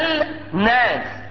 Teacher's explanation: فادغمت اللام في النون فما نطقتش اللام · Term: إدغام اللام الشمسية